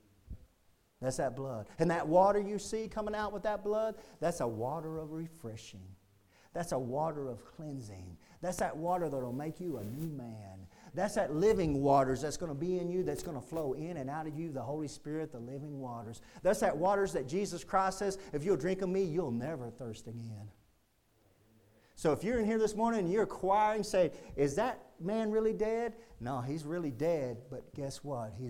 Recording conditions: large echoing room